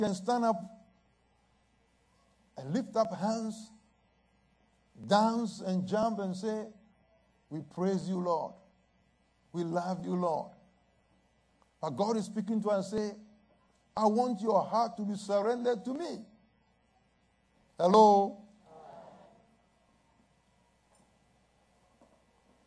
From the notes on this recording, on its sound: at Living Word Assembly of God Church